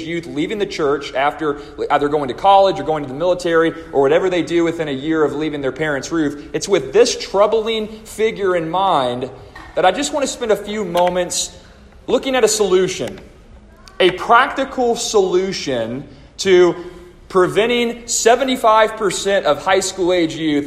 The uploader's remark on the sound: A chapel message delivered to the students and faculty of the Deep Roots Homeschool Co-Op of First Baptist Church-Inez -Inez, Texas